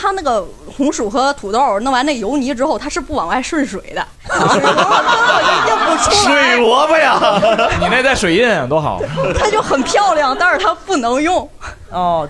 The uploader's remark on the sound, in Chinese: 这是一档由喜剧演员们和现场观众朋友们共同录制的播客节目